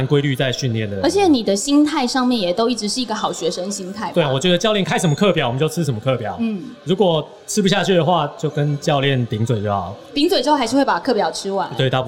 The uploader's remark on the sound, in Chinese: 馬拉松博覽會現場錄音實況。本集為博覽會現場實況錄音，收音效果較以往節目不同。舞台直接架設錄音器材，現場隨機找來賓，不NG完成一集節目。在馬拉松運動博覽會現場的實況錄音，來了許多親朋好友及素未謀面的忠實聽眾。